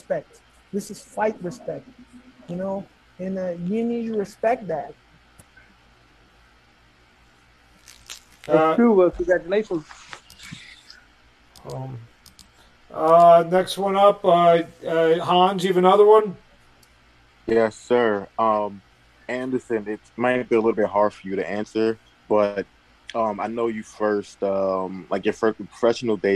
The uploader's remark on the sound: Post Fight Media conference